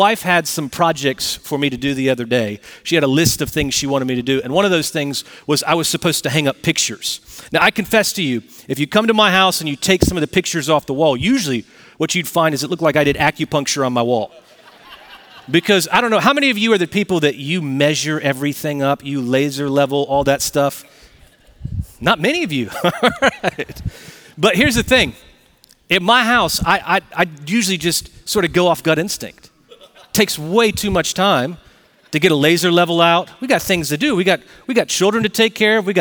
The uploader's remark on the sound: Recorded Live at Brookwood Church on 11.05.2023